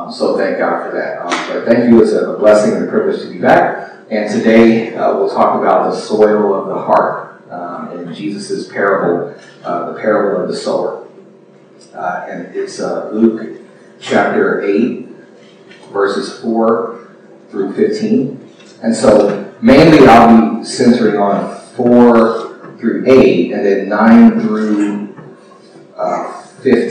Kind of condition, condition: fault, poor sound quality